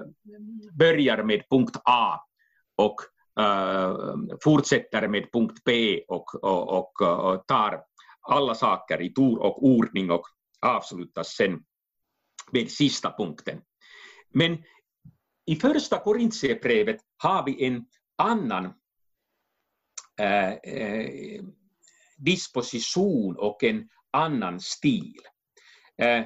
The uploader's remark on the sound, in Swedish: Avsnittet är inspelat via länk och ljudkvaliteten därför en aning ojämn.